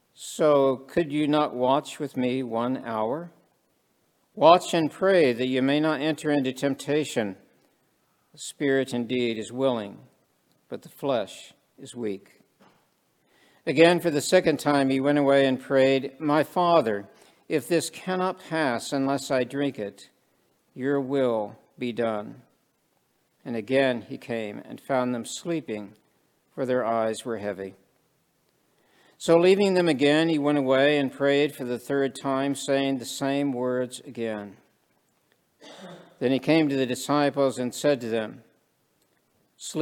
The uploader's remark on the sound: This sermon was preached at the Maundy Thursday worship service.